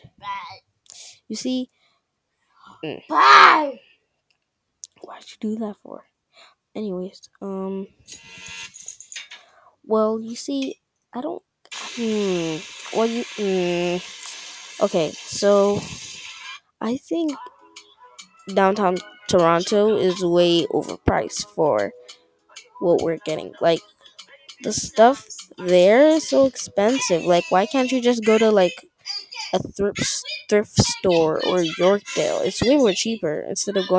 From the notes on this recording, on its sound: sorry for spiting into the mic